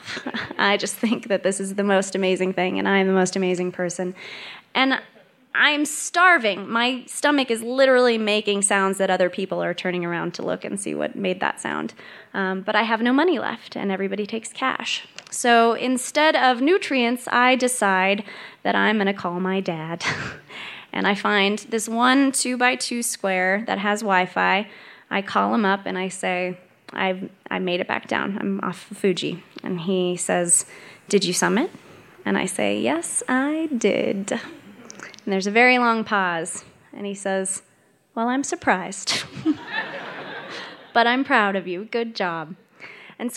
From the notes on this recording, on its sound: She told this story live on 18 July 2018 at Buntport Theater in Denver, Colorado.